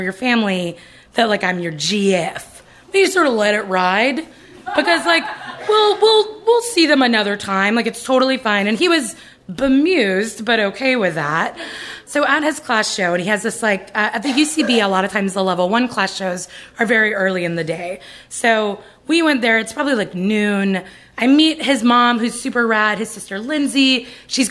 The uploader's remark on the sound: Live From Chapel Hill 2! At the North Carolina Comedy Arts Festival 2015.